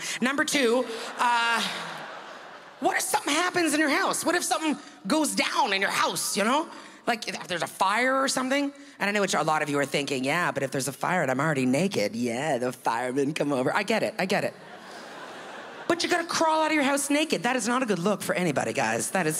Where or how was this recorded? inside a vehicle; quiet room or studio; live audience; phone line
live audience